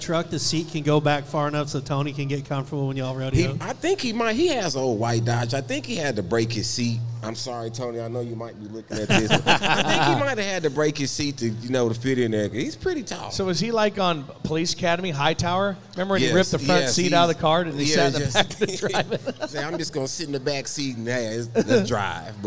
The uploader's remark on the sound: LIVE from Corpus Christi Buc Days WCRA Rodeo!